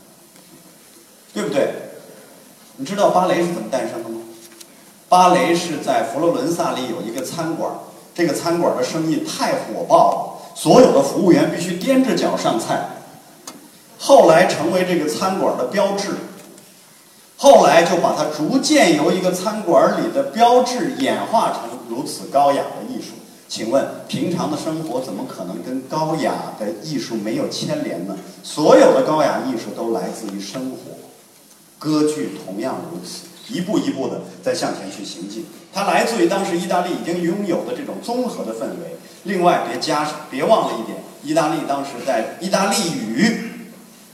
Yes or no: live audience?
yes